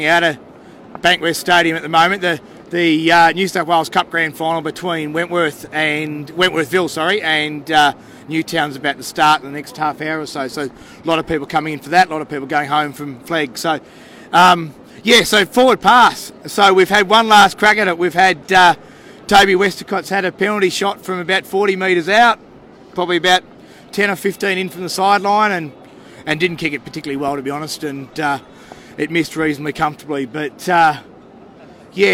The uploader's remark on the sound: The Greenhouse Live - 2019 Jersey Flegg Grand Final - Canberra Raiders V South Sydney Rabbitohs. The Canberra Raiders appeared in the 2019 Jersey Flegg Grand Final at Western Sydney Stadium... The Greenhouse Live was there on location right after the clash with the South Sydney Rabbitohs.